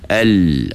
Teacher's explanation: Jadi lidah kita tu menutup, maka suara tak boleh nak keluar terus melalui tepat ke depan. Dia lari ke tepi suara tu, ke tepi lidah. Al, suara tu tepi lidah larinya. · Term: huruf lam